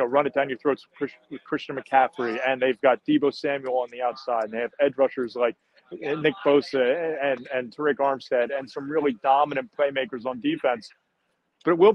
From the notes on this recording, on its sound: Post Game Live From Lincoln Financial Field. Joins live from Lincoln Financial Field after the Philadelphia Eagles 38-7 victory in the NFC Divisional round of the 2023 playoffs.